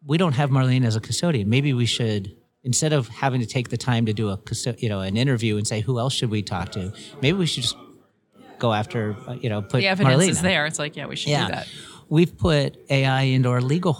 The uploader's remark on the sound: interviews at the 2024 LegalWeek conference